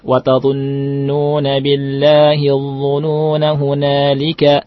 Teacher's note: Ini kalau dibaca wasal. Kalau dibaca wasal, maka nunnya kita baca pendek.